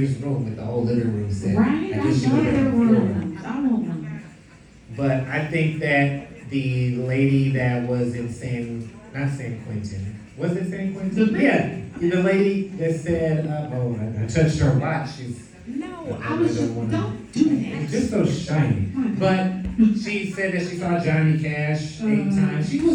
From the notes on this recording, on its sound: Live from The Golden Girls Kitchen. The second half of our LIVE episode taping from The Golden Girls Kitchen in Chicago!